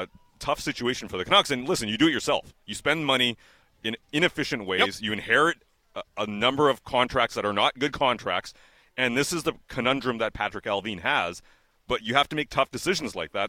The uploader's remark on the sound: Live from Nat Bailey Stadium as the Vancouver Canadians play host to the Hillsboro Hops.